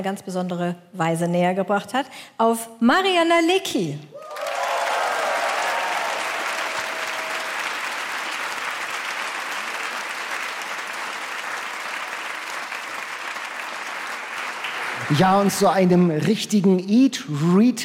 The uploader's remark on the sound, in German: Federblazer, Toaster auf der Bühne und jede Menge Bücher – der Podcast diesmal live vom Harbourfront Literaturfestival.